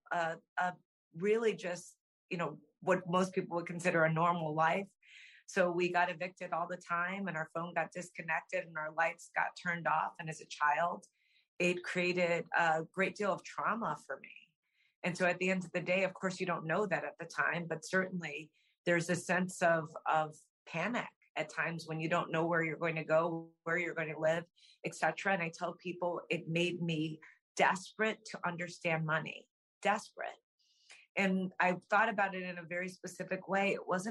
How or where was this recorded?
video call